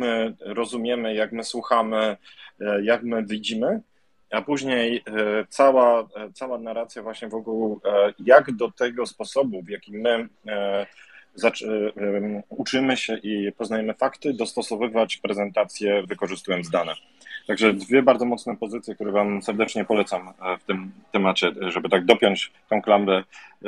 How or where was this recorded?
video call